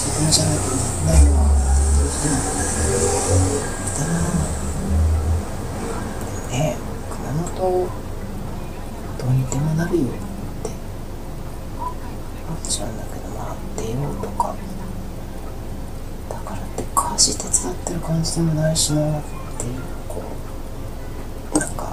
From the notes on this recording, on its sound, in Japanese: 雨の中で録音。雨音がね、カナカナだよ。って、言っても信じてもらえそうな程、白い雑音激しい。